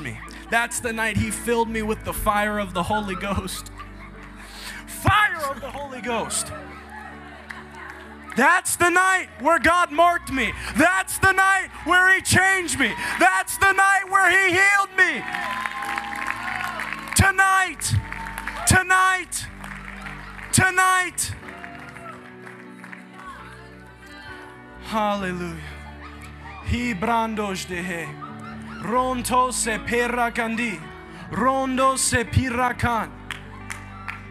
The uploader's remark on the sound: Taking You Into A Live Holy Ghost Service. The altars were packed with young people giving their hearts to Jesus and getting set free. Take you directly into that live service.